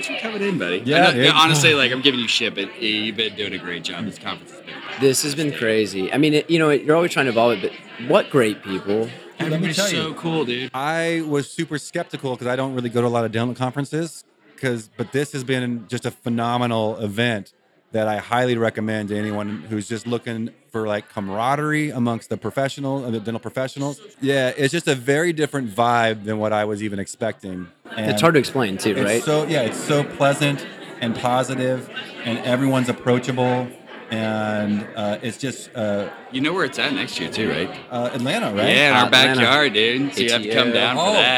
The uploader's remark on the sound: Live from DIA 2.0. Two podcasts collide live at DIA2.0 in Scottsdale, AZ.